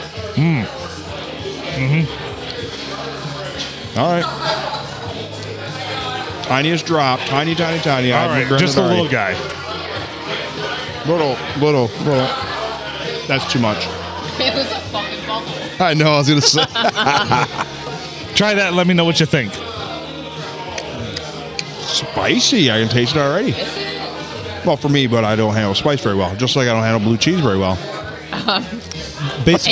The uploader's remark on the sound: Recorded at the Silver Tavern Deckerville (The Olde STD) on a Friday night.